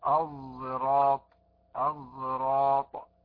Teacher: أشميت الحرف حرف آخر، الصاد خلطت به حرف الزاي · Term: إشمام حرف بحرف